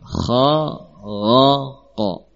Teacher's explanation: 3 ini pun juga dalam posisi makhraj letaknya sangat berdekatan. Kha, ghain, satu makhraj, qaf di makhraj yang lain, namun sangat dekat.